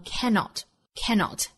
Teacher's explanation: 重读一般都是落在前面这个音节上